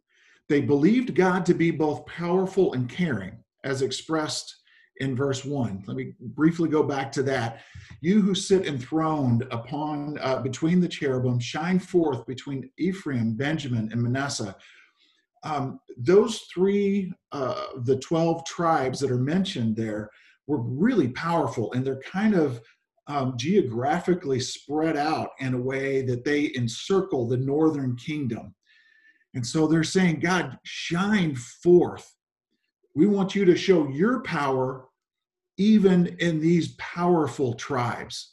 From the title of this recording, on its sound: Zoom Sunday 11/29/20 (Audio)